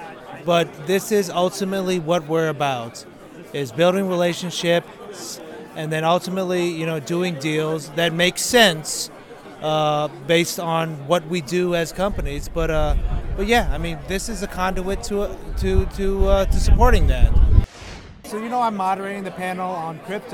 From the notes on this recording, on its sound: It’s a Green Insider Road Trip as we’re live at the gorgeous Lost Pines Resort in Bastrop, Texas, just a stone’s throw south of Austin for the first North American Energy Markets Association Conference in two years.